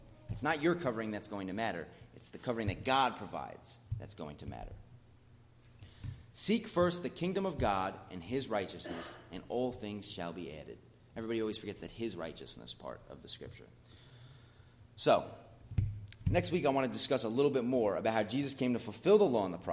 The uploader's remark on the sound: As part of The Whole Truth Series at The Blue Point Bible Church.